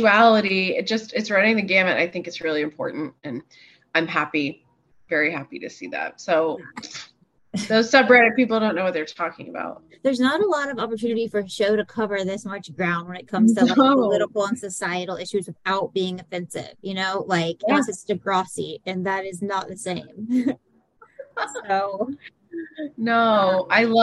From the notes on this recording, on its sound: The audio is a bit rough in this episode + the zoom robot's voice makes an appearance. Not a lot of time to edit due to work travel!